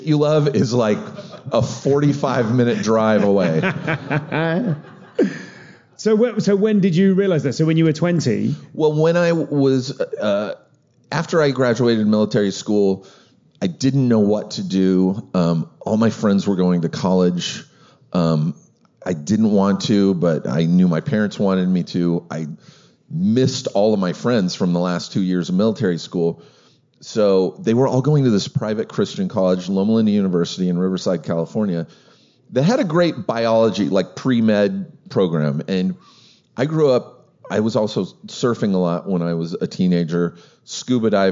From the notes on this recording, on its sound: live at South By Southwest